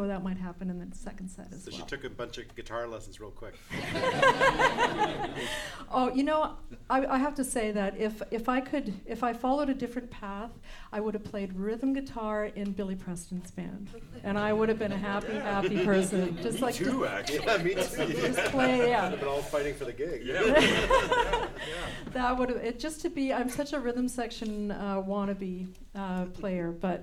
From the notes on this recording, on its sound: Recorded live, March 7, 2015